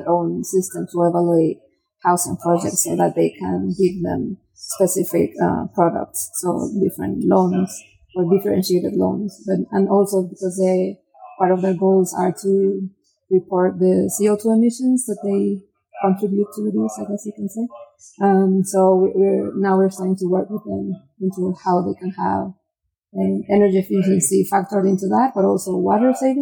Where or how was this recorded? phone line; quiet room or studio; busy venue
busy venue